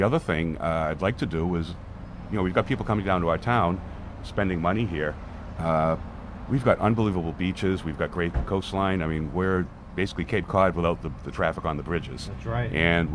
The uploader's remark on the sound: live from the Verilife medical and recreational cannabis dispensary in Wareham, Massachusetts